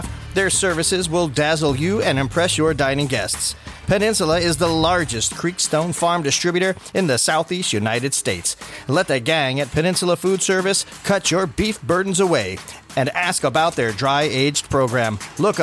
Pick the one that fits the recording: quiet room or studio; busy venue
busy venue